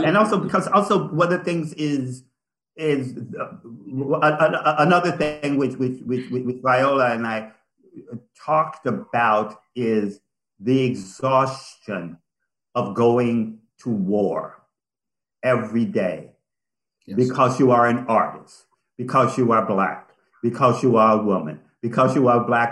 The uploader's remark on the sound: spoiler-filled virtual Q&A